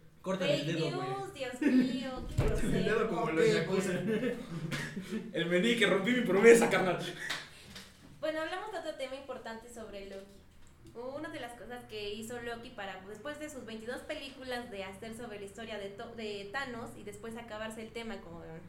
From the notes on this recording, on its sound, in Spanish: Por el ruido de fondo y por si se escucha baja la voz, cambiamos de locación de grabación y hacemos lo mejor que podemos.